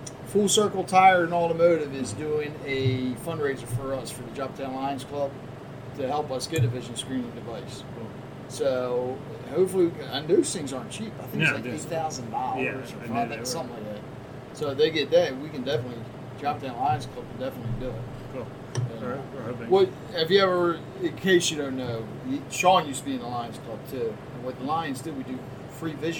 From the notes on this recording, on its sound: spoke with different Artists at the first Joppatowne Arts Festival